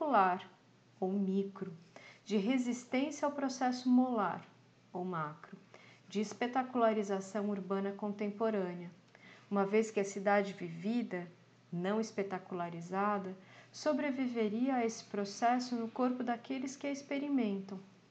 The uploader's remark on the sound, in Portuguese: Resolvi ler todos os trabalhos em voz alta e gravar este áudio. Este podcast é gravado e editado de forma caseira, por uma professora e seu laptop na sala de casa, e contém interferências da vida cotidiana, erros de pronúncia, algumas gaguejadas e pequenas repetições de frases que passaram na edição.